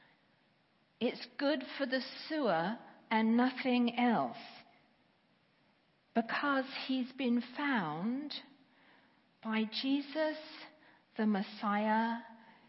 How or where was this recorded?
large echoing room